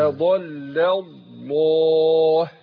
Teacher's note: يبقى برقق اللام الأولانية، لام كلمة أضل